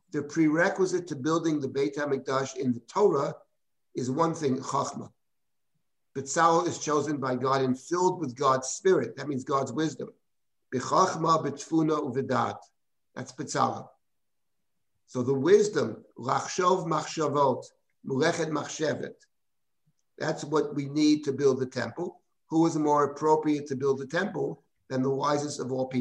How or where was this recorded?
video call